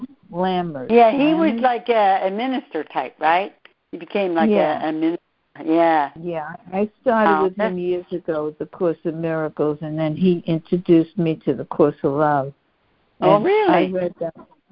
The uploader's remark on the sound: CONF CALL